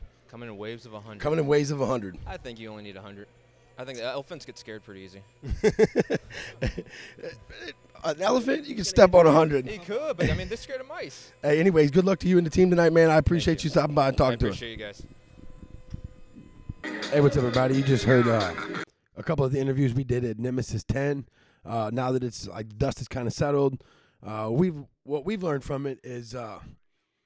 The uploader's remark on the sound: The Wright Lane went live from MMA promotion NFA NEMESIS X. The Wright Lane went live from MMA promotion NFA NEMESIS X. Here is a couple of interviews from the LIVE show.